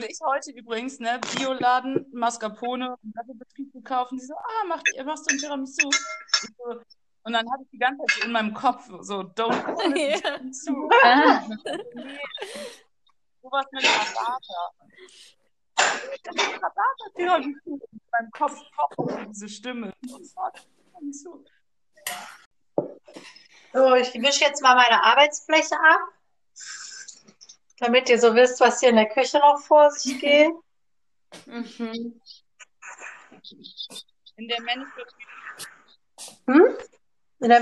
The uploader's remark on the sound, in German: Mit ordentlich Hintergrundgeräuschen und einer Prise Mixtape.